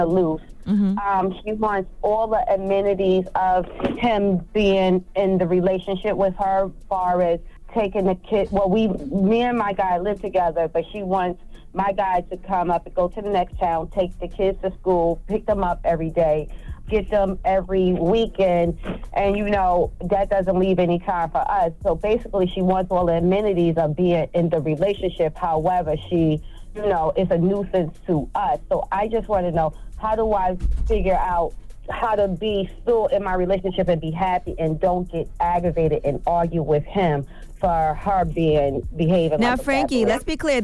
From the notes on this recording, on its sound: Today on the show we opened up the phone lines for a chance for our listeners to shoot their shot at their crush. We opened up the phone lines to see what our listeners thought.